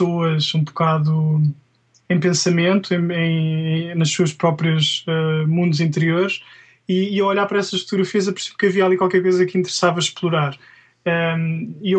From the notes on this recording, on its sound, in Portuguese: entrevistado via Skype